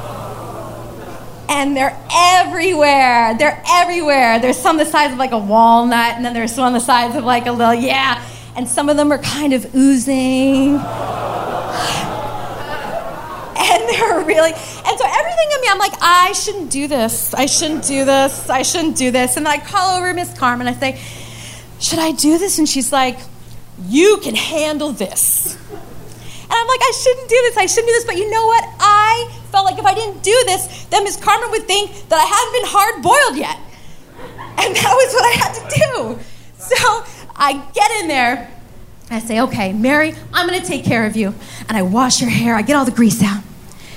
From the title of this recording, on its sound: Live From DC 3!